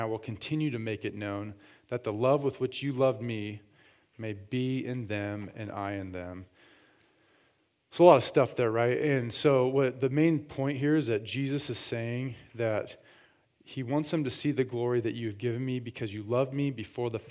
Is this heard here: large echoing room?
yes